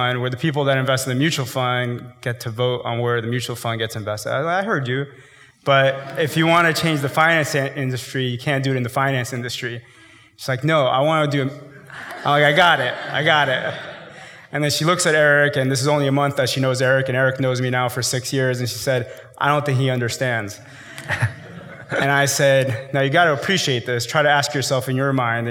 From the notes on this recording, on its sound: IVY hosted a live conversation